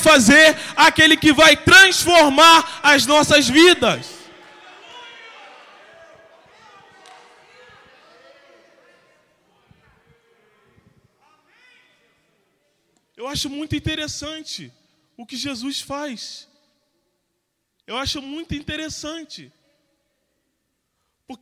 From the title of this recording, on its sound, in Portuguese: CULTO DE LOUVOR E PALAVRA AO VIVO